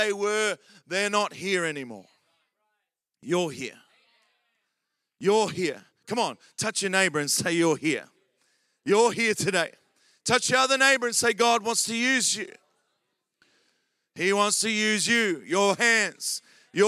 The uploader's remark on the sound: Recorded during our Melbourne East service on Sunday, the 29nd of October 2023.